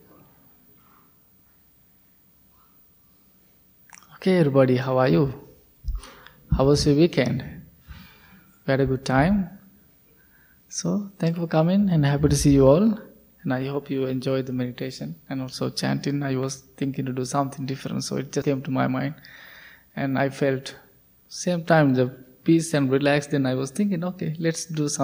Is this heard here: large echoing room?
yes